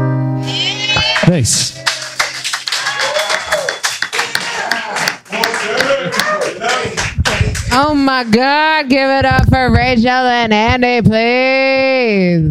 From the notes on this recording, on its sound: Live at the Drunken Donut with a live studio audience.